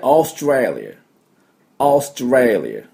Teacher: オーストラリアの音 AU はオーって伸ばすだけですね。あうじゃないですね、オーです。